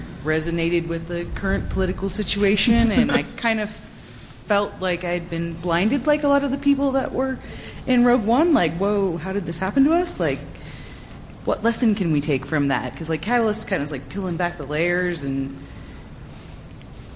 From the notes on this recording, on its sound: Recorded at Salt Lake Comic Con. Took questions from the audience.